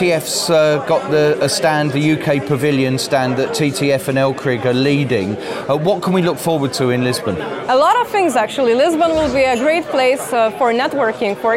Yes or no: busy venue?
yes